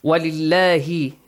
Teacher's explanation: لام in the word Allah with an A sound there is a كسرة light sound